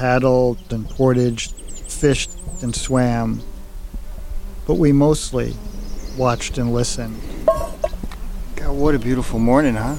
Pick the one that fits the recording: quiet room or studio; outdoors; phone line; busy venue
outdoors